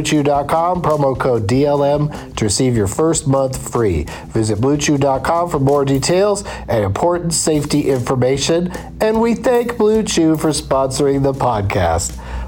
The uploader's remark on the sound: Rental Car. During a drive from O'Hare Airport to Appleton, WI.